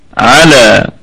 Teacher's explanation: طبعا حرف كله مرقق، العين مرققة واللام مرققة والالف كمان مرقق